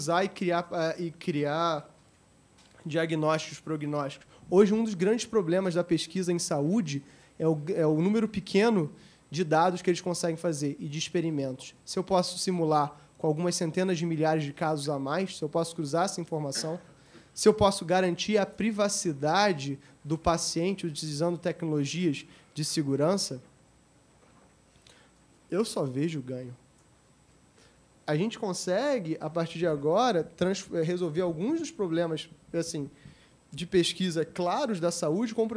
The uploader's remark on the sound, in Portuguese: Realizado no V SEMINÁRIO ABQ QUALIDADE SÉCULO XXI – A Era da Transformação.